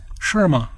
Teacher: Shir has fourth tone as its inherent property. Ma is unstressed and carries no tone. Intonation does not override inherent tone in Chinese.